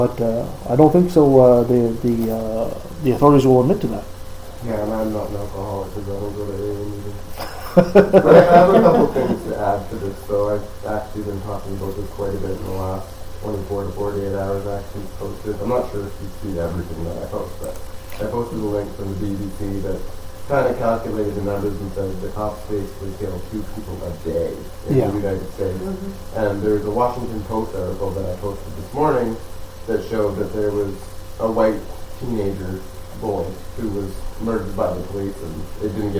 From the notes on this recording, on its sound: we had some mic issues, audio is less than optimal